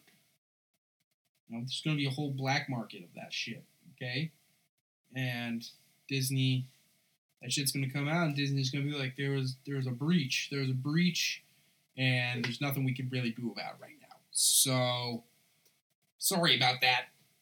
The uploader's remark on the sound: An episode featuring the worst sound quality possible. I also added a 20-30 minute recording of me drunkenly rambling about Christmas shopping and other things that I never planned on releasing.